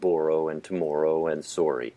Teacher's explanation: we make them or words, so we've got borrow and tomorrow and sorry, and that's a distinctively Canadian sound.